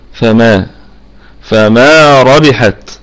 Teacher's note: والميم في الدرجة الخامسة من درجات الغنة لأنها متحركة